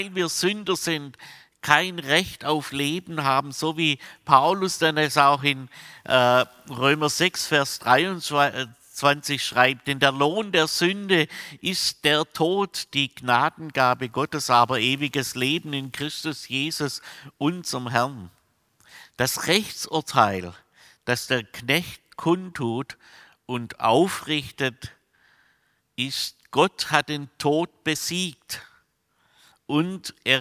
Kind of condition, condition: setting, large echoing room